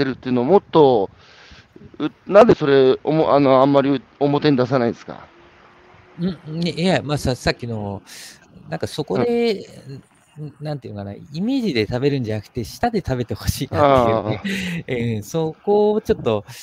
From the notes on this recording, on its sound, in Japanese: 歩きながら1時間、対談する。